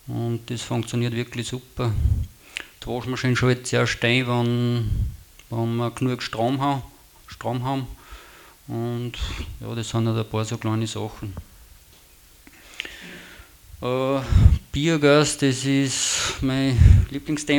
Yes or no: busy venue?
no